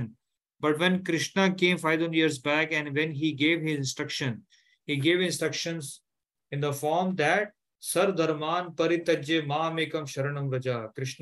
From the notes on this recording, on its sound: Zoom session.